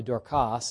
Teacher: It's an accent on the last syllable, Greek name, the Greek version of her name.